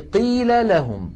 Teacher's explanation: بينما نلاحظ مثلا الآية التي قبلها قوله تعالى فبدل الذين ظلموا قولا غير الذي قيل لهم، لاحظوا قوله تعالى قيل لهم، قد اجتمع لامان وهما حرفان متماثلان، ولكن مع ذلك لم ندغم اللام الأولى في اللام الثانية، لأن الشرط الثاني للإدغام وهو سكون الحرف الأول لم يتحقق.